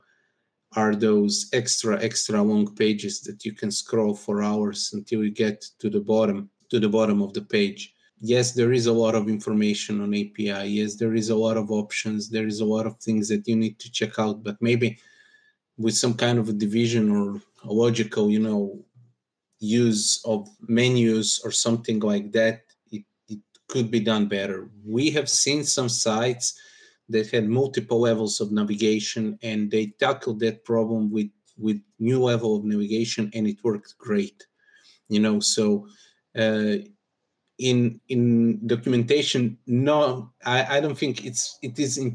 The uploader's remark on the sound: In the Special Edition series, we share interviews with the jurors which were recorded during the online Awards Gala events in November, 2023.